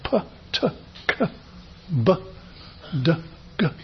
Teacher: And anything which is a kind of explosion, like a p, t, k, b, d, g, these occur after a blockage and they are known as plosives